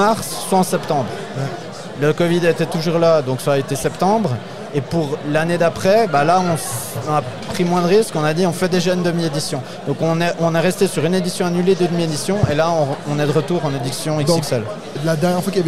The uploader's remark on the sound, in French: Enregistre en direct depuis le festival Ludesco.